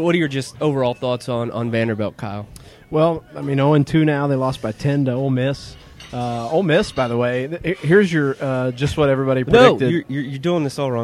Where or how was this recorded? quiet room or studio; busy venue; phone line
busy venue